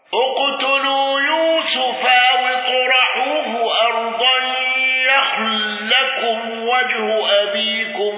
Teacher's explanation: قالون بصله ميم الجمع واندرج معه ابو جعفر